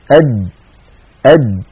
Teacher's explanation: فلو قلنا أد نجد بأن المخرج ينقفل تماما، مخرج الجيم من هنا من وسط اللسان وليس من طرف اللسان، من وسط هنا.